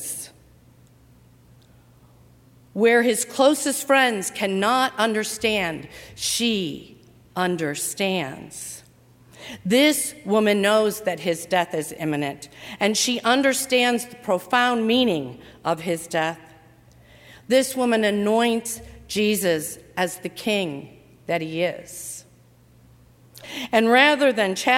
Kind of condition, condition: setting, large echoing room